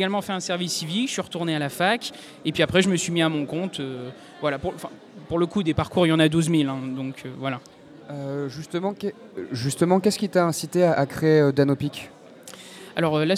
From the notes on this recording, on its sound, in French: Dans le cadre du « Forum de la Création Audiovisuelle » organisé par l’association Bulldog audiovisuel , nous étions en direct au Safran le 2 décembre dernier.